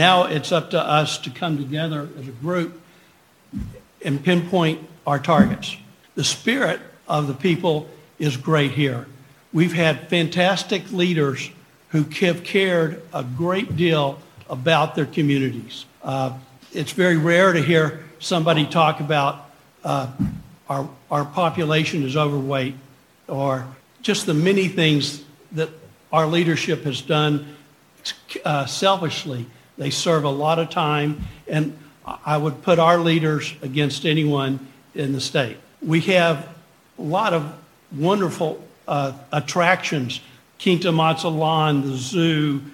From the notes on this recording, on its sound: MCALLEN, Texas. One of the panelists at the “CEOs Unite - Let’s Get Uncomfortable” summit. The event was hosted by Hidalgo County Prosperity Task Force and Futuro RGV.